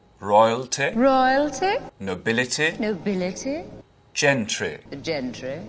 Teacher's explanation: And those short ending I sounds. You won't really hear that in English accents anymore.